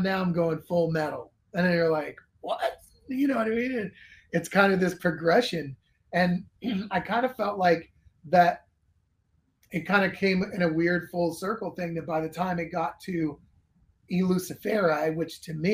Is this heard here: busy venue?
no